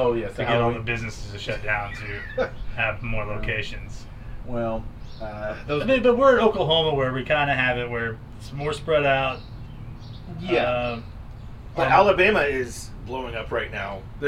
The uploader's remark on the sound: We're also still outside so we apologize for any sketchy audio.